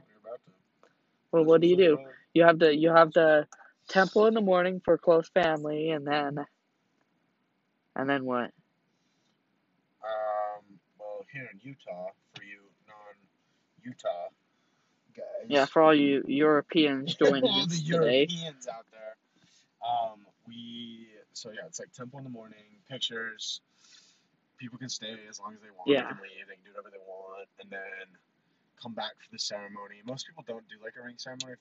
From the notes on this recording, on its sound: Horrible audio makes for a great beginning so gotta love it.